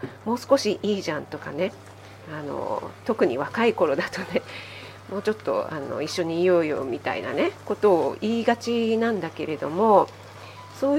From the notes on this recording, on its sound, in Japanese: 卯の花 作りながら収録してます。